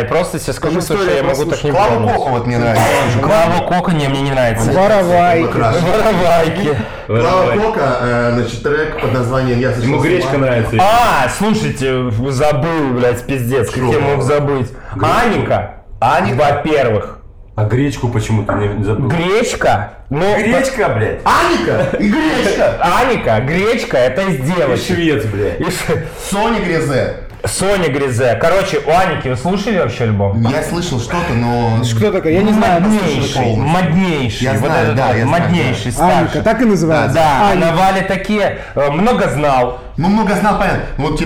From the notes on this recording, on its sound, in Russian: Качество записи не идеальное, так как это рип с эфира в инстгараме, но вполне можно слушать. Эфиры проходят раз в неделю в аккаунте бара «Полторы Комнаты».